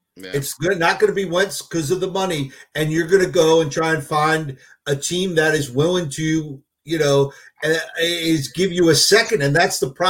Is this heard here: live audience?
no